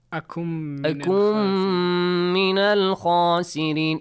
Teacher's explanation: Noon is omitted. Meme is doubled. And extended the sound.